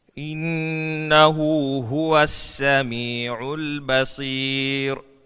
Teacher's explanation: هذه الراء مرققة لأن قبلها ياء ساكنة